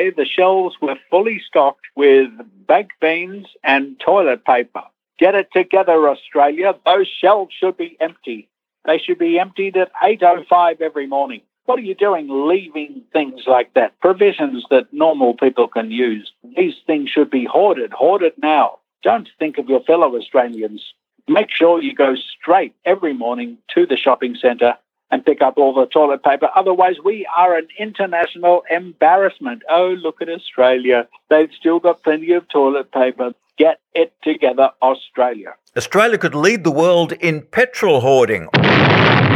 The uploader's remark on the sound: on the Bungaphone